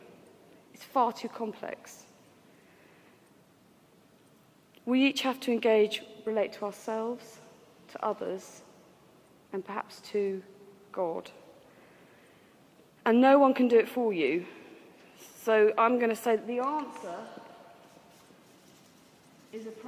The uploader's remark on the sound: This was recorded in the Moot Community's 'Giving Up for Lent' course at the Guild Church of St Mary Aldermary in the City of London on Wednesday 17th March 2011.